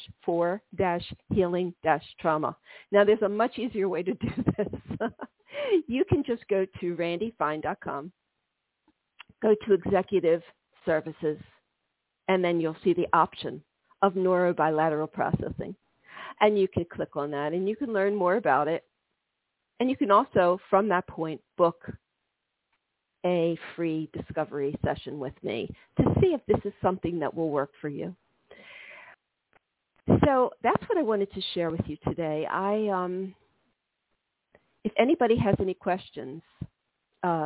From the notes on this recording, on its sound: This is a call in show.